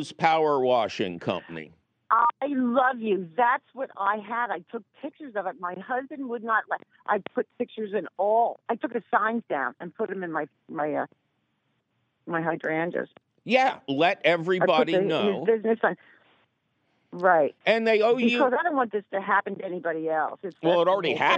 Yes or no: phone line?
yes